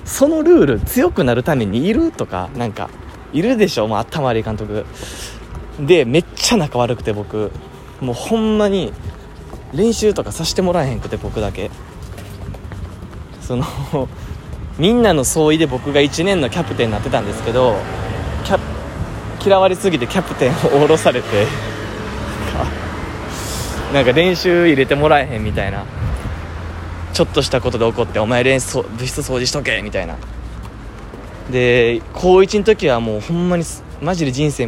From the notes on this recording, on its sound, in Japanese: 歩きながら撮ってみました。かなり息切れしました。